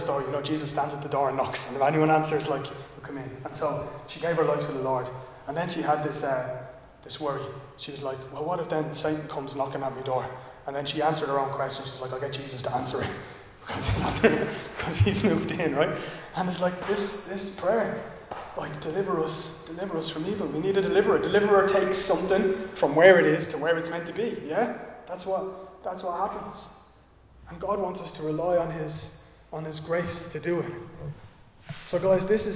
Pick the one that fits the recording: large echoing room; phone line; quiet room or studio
large echoing room